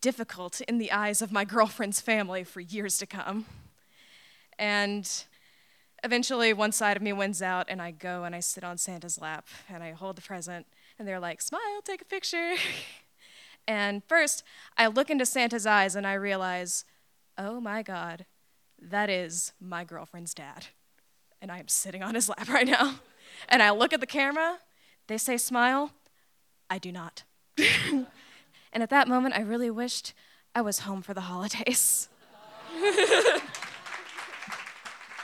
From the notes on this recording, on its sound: Recorded in front of a live audience at Provincetown Theater on December 14, 2019.